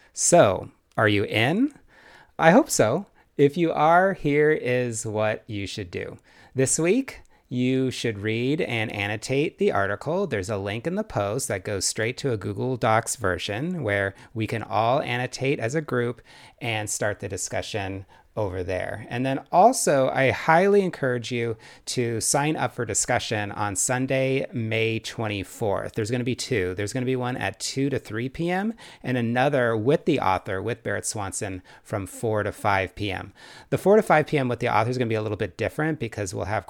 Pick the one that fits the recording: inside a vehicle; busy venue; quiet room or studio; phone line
quiet room or studio